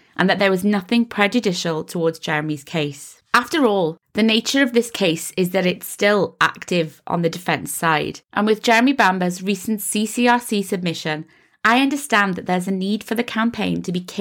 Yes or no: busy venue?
no